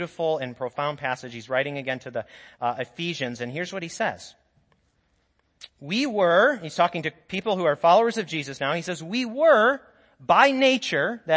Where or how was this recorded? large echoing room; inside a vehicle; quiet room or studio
large echoing room